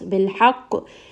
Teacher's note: ha is going to be from the middle of the throat. Qaf is a heavy sound and it also has qalqala. · Qaf is a heavy sound and it also has qalqala. So we are going to make sure it's a kind of heavy bouncing sound.